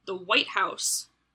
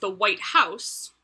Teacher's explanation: you put the emphasis on the word white, English speakers recognize that as meaning the specific building in Washington, D.C. · Shown in: first take